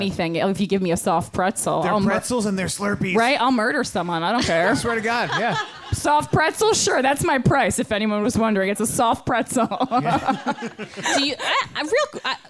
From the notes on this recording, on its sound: A special musical performance. Recorded live from the Q.E.D.: A Place to Show & Tell in Astoria, Queens, NY.